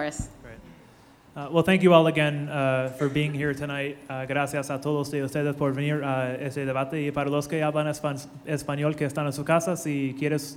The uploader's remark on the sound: This is the recording of the Holyoke Mayoral Candidates Forum. At El Mercado, in South Holyoke.